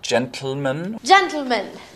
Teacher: That's exploding the T sound straight into the L sound and is difficult for a lot of people. · Term: lateral plosion